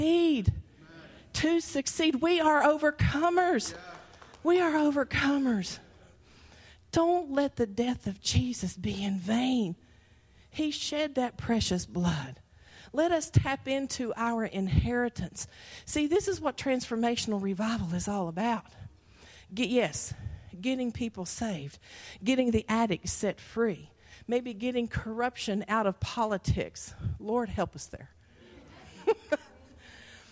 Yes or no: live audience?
yes